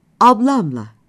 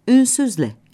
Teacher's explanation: Bir sözcük ünsüzle bitiyorsa, ile sözcüğü ek olarak kullanılacaksa, i sesi düşer, sondaki e sesi ise büyük ünlü uyumuna uyar. Örneğin, ablam ile değil, ablamla, ünsüz ile değil, ünsüzle yazarız.